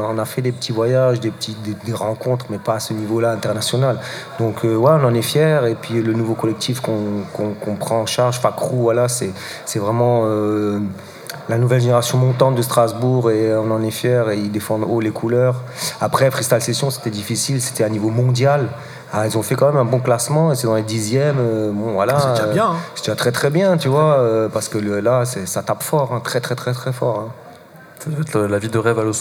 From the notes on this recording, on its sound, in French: Replay d'une table ronde réalisée en direct au Marché Off Place Grimmeissein le samedi 25 novembre